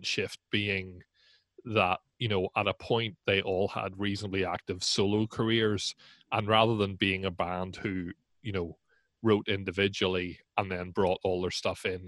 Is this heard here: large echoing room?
no